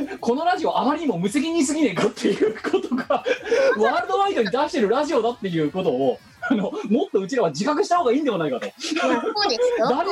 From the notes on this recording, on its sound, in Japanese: 本番組はリモート収録です。収録時環境の影響により、聴き取り辛い部分があります。